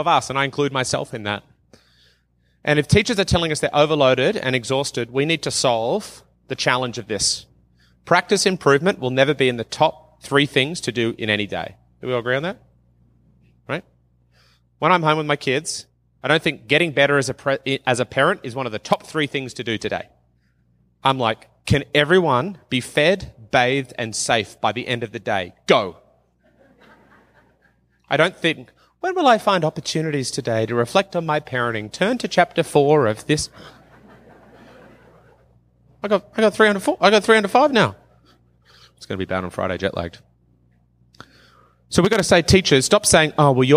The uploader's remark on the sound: from the 2019 uLead conference in Banff, Alberta